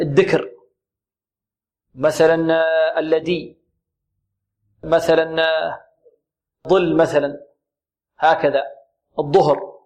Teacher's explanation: الذال ينطقونها دالا، والظاء تنطق ماذا؟ ضاد، والثاء تنطق ماذا؟ تاء.